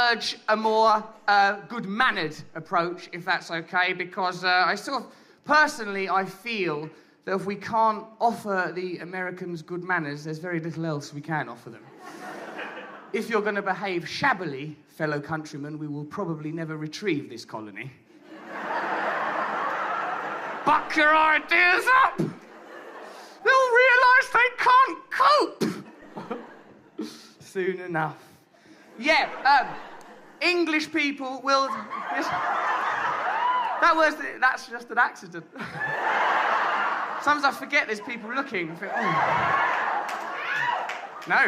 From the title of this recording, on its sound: Live in New York City (2011)